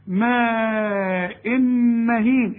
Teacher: التنوين اللي بعده مين؟ ادغام كامل بغنة